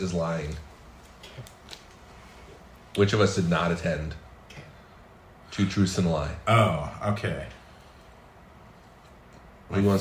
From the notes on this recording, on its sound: Pardon the noise: this episode was recorded to a single mic in a cheap motel room